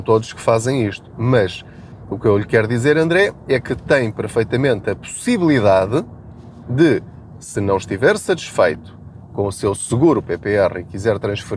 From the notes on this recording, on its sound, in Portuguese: Não ligue aos barulhos da viagem.